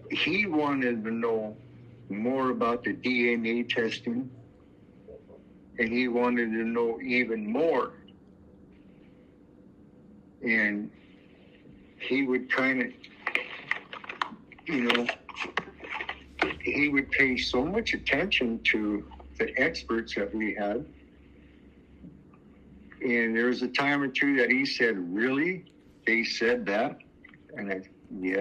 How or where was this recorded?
phone line